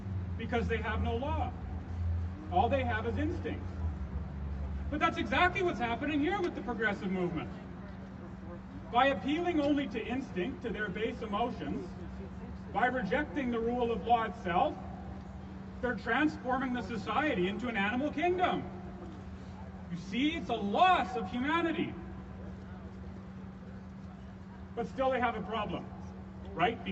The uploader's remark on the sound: LIVE at the Calgary Rally